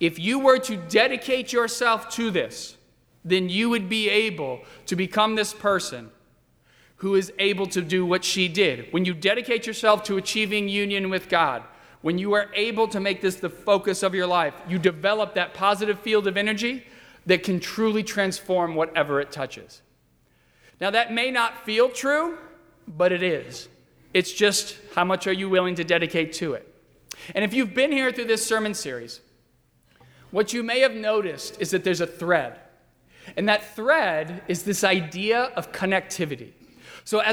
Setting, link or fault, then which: setting, large echoing room